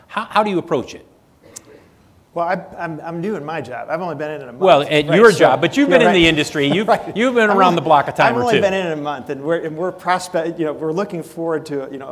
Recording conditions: live audience